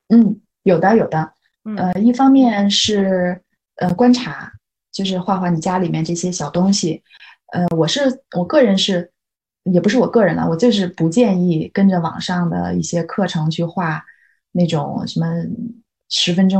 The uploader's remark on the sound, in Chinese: 因为疫情原因，我们这期节目仍然采用了线上云录制的方式，希望音质的损失和小噪音不影响大家的总体收听体验，期待能早日回到面对面录制的日子～。